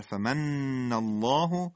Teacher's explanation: لام لفظ جلال الله قبلش مفتوح تغلیظ میشه